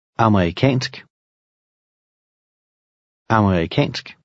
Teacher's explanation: the stress is on the last syllable, and the E is very slight.